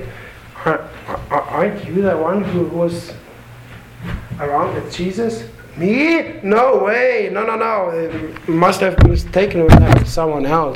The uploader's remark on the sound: Sermon delivered to the Galena Bible Church